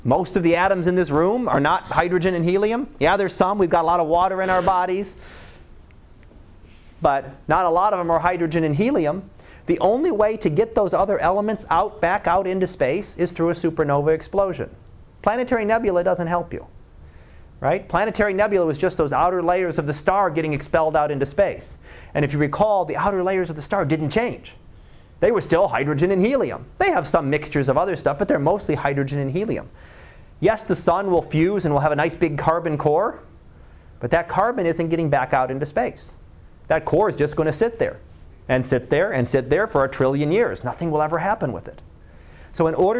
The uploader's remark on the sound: Live Class Lecture